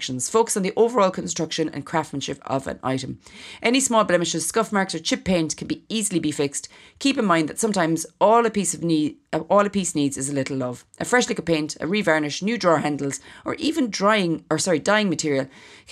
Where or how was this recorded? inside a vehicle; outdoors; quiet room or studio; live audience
quiet room or studio